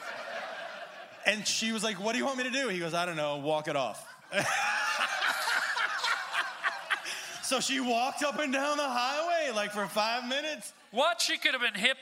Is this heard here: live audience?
yes